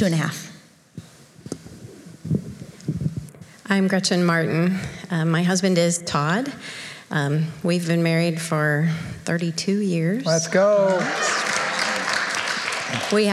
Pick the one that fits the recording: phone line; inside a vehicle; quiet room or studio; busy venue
busy venue